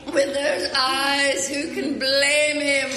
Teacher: the syllables, get drawn out, like the way you say eyes, blame, even teeth in this clip